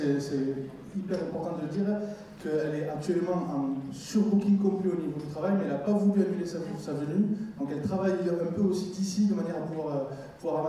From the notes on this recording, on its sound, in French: Conférence TGS Springbreak 2017 : Inauguration. L'édition 2017 du TGS Springbreak vient de se terminer, et donc voici la petite flopée de conférences enregistré durant ce petit week end. L'inauguration de la convention qui à eu lieu le samedi matin.